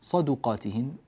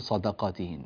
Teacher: صدقاتهن بضم الدال، لا نقول صدقاتهن، هذا خطأ شائع جدا جدا · Shown in: first take